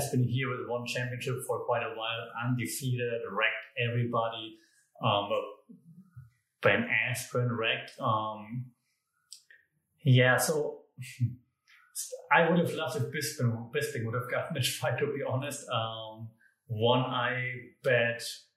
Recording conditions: echo